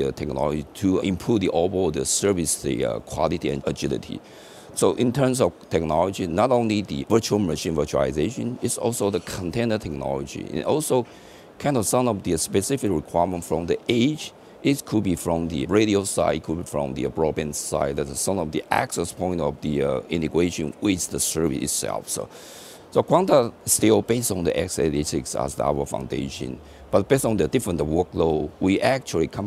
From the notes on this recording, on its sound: In this archive of a livecast from Mobile World Congress in Barcelona, Spain